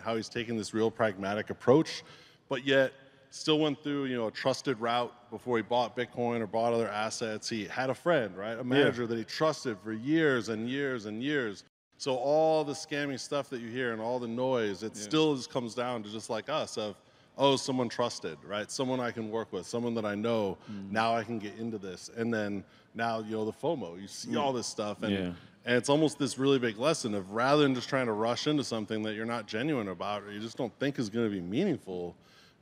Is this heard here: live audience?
yes